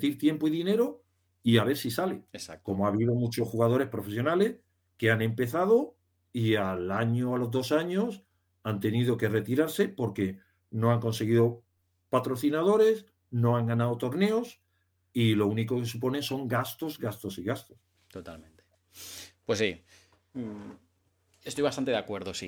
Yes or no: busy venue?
no